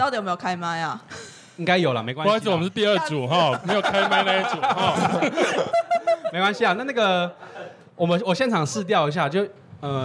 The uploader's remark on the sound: 參加在台南 咖哩鬥陣 提供場地的Live Podcast活動.